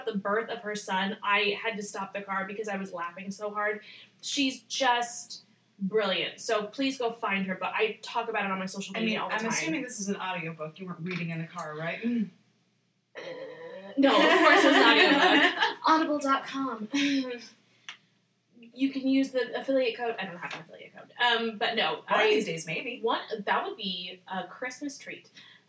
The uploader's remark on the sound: Apologies for the sound quality. We had to adjust to a new but temporary recording space. Enjoy the sounds of us in a fish tank.